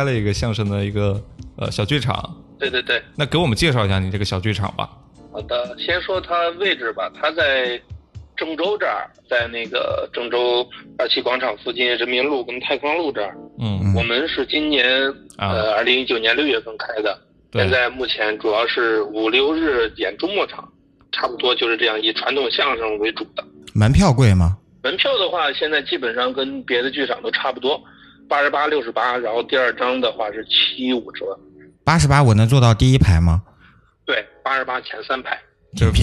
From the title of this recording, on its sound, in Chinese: Vol.47 电话连线第一期